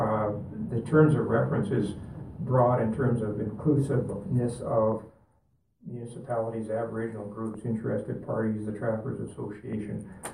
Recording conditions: large echoing room